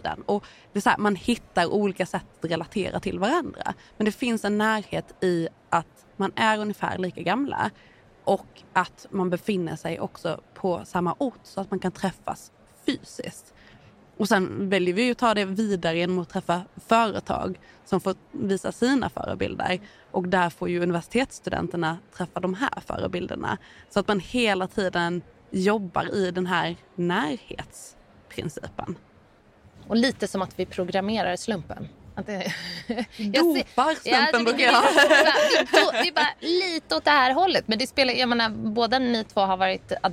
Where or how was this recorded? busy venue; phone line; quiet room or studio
busy venue